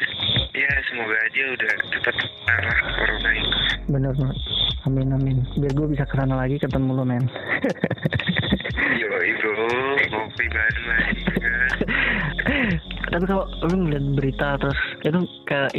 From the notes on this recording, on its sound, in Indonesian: Podcast ini murni direkam natural langsung melalui telepon.